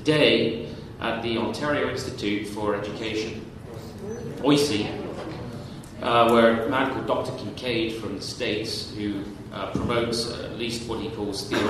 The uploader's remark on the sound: Interacting with the audience